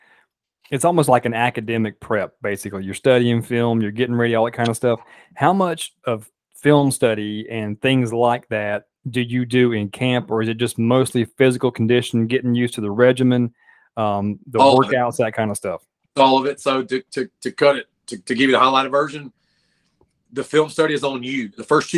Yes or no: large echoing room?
no